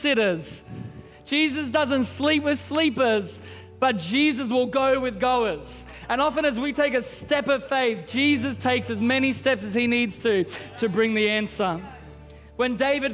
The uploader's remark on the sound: Christmas At C3 Powerhouse. Recorded during our 9am service on Sunday, the 17th of December 2023.